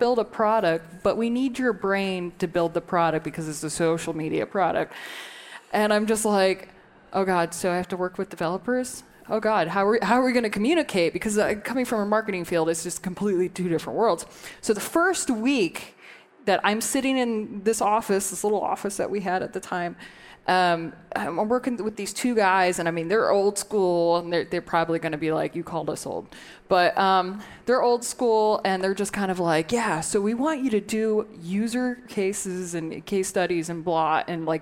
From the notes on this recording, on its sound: At the Seattle stop of the Inside Intercom World Tour. A panel of founders from local startups.